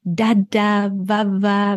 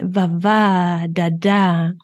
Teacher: ein deutsches oder englisches Kind würde anfangs betont lallen, da, da, wawa, während zum Beispiel ein französisch aufwachsendes Kind endbetont lallen würde, also ähm, wawa, dada.